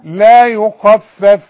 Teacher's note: الخاء مفخمة بس تاني درجة بقى